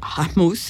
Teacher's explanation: assez guttural, le, A, c'est pas un A doux